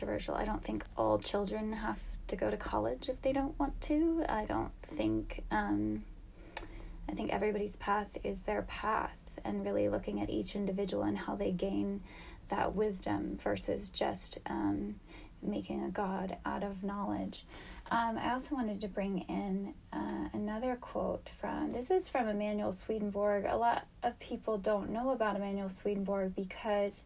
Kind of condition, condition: fault, sounds in the background